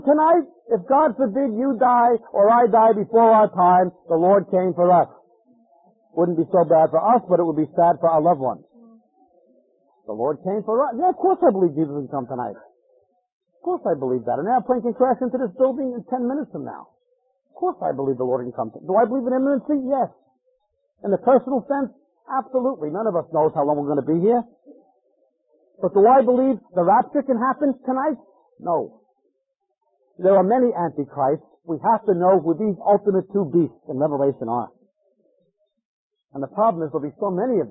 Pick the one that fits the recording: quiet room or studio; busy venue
busy venue